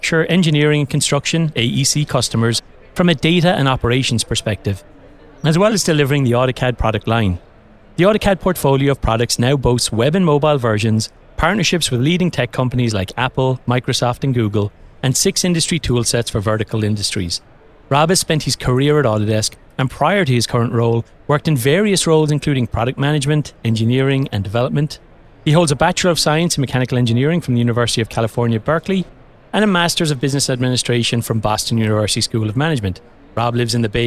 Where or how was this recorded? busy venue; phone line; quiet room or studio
busy venue